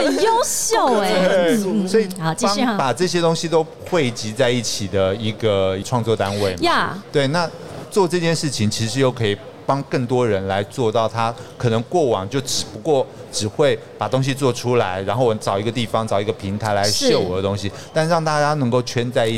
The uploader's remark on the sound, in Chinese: 2022 Taipei Cycle台北國際自行車展-Live Podcast